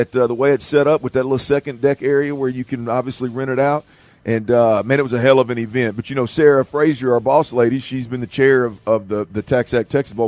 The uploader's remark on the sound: LIVE from NRG for the TaxAct Texas Bowl